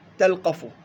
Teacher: قرأ حفص بإسكان اللام مع تخفيف القاف